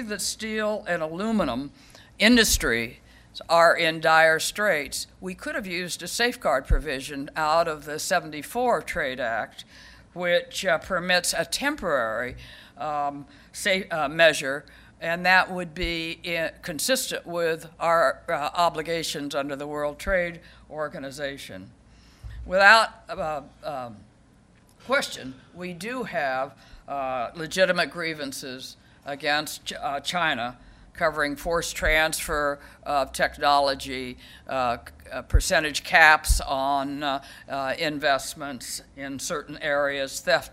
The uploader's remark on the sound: At the Council of American Ambassadors' Spring Conference, Global Tour d'Horizon